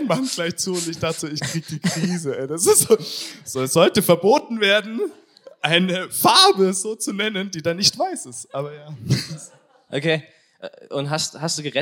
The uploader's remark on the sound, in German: Das besondere: es ist ein Live Talk mit grandiosem Publikum der Coaching-51 Freizeit bei WDL.